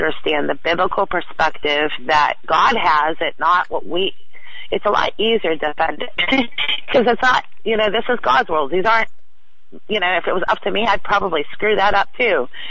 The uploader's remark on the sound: Wednesday Call In on The Hagmann Report